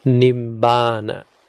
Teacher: Penultimate syllable is long, so stress goes there.